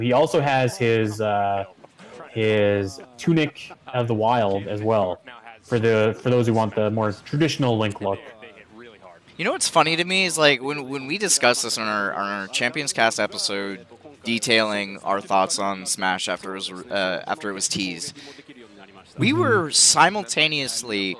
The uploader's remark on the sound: LIVE AT E3! Nintendo's 2018 E3.